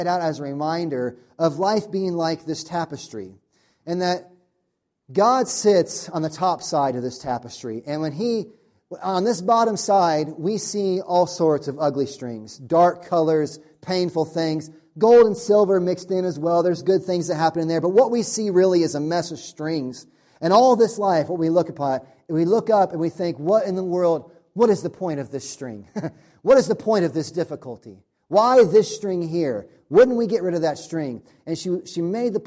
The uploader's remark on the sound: Audio from sermon on first Sunday of Advent.